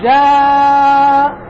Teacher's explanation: هو مندفع من الجوف، هو يخرج باندفاع الهواء